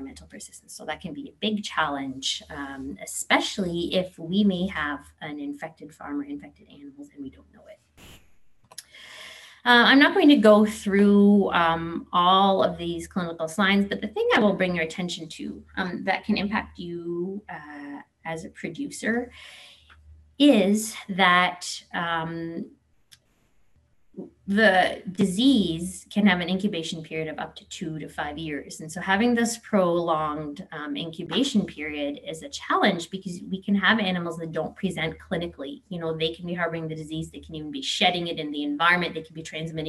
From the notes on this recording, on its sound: This is a recording of the presentation Scrapie and Goat Genetics in Canada, originally presented during the 2021 Goat Genetic Improvement Webinar Series.